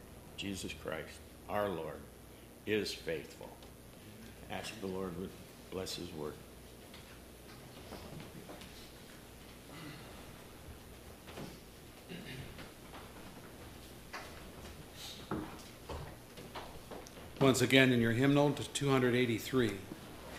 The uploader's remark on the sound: services recorded at Thornville Baptist Church